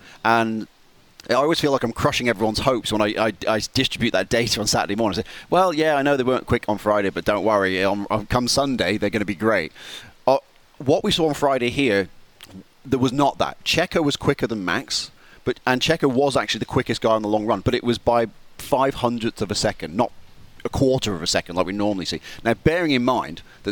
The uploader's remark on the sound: live from the Singapore Grand Prix